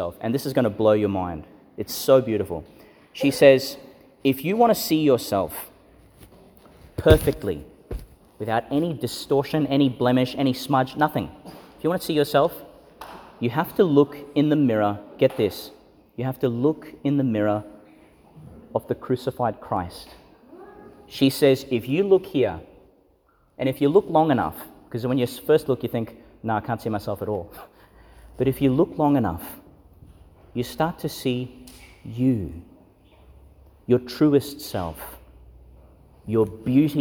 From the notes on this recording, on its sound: Homily delivered for St Francis of Assisi's Sporting Houses School Liturgy (Feast of Saint Clare of Assisi), in St Peter Chanel Church, Tannum Sands, Qld.